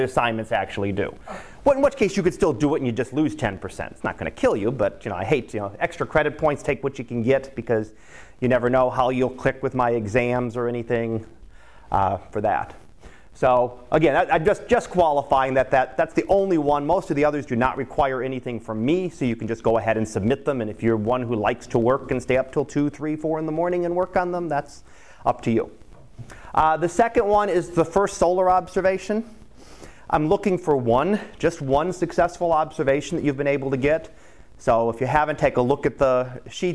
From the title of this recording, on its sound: Live Class Lecture